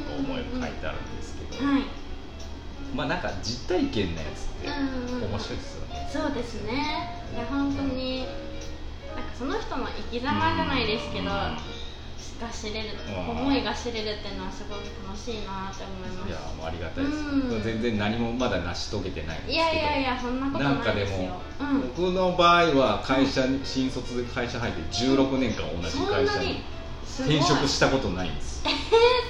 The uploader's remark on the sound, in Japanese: ネオ喫茶ププさんでの収録